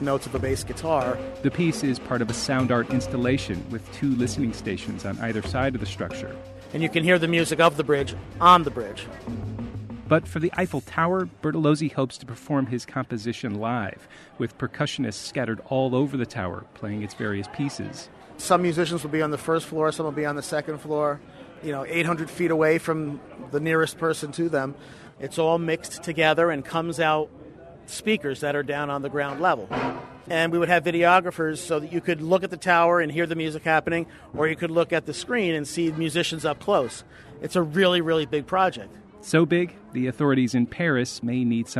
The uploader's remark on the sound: He's banging the struts, bolts and girders and recording the results. Met up with the composer and his recording team on top of the Paris landmark.